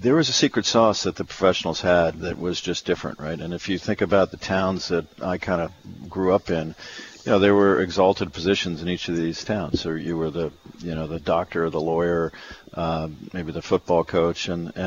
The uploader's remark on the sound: broadcasts live from the PGA Merchandise Show in Orlando, FL.